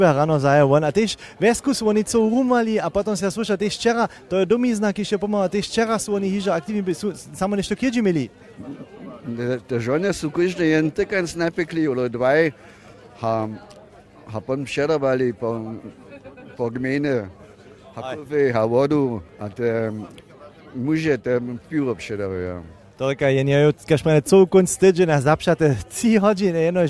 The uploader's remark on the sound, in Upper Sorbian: Serbski rozhłós originalnje a live na městnje na festiwalnej njedźeli z Chrósćic.